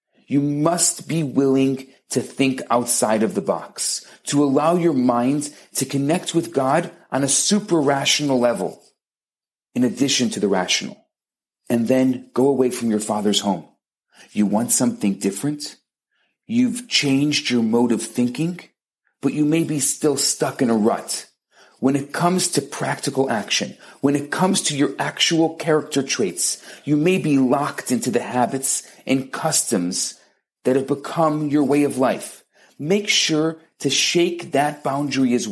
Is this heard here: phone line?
no